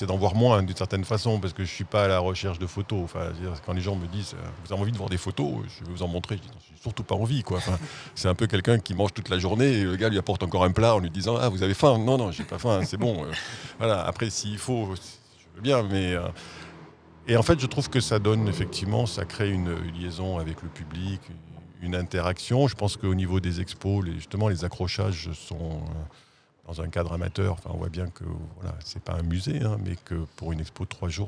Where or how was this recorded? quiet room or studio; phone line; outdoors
outdoors